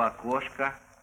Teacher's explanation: в конце «бабушка» и «окошко» мы слышим более открытый звук, но не достигающий силы «а». Если мы произнесли бы с настоящим «а», пришла бабушка, села у окошка, это было бы неприятным отчеканиванием.